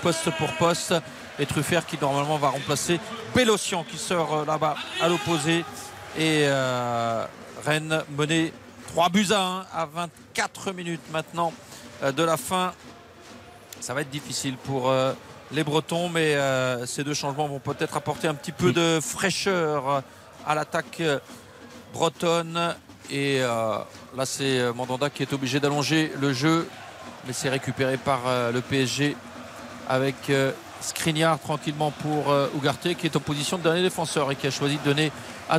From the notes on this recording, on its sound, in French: Le PSG passait un nouveau test en Bretagne. En direct du Roazhon Park.